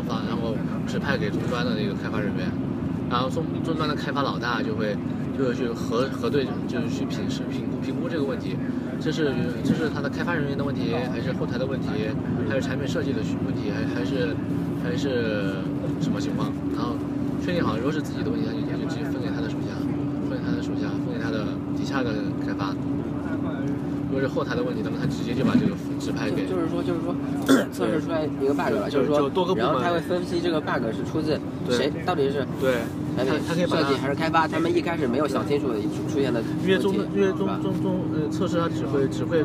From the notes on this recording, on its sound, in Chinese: 第一次临时起意的录音，是我们雪季最后一次去南山滑雪的路上的闲聊记录。